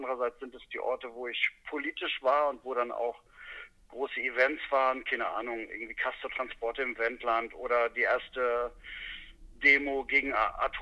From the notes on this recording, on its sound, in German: Am Telefon in seinem Taxi in Berlin erwischt.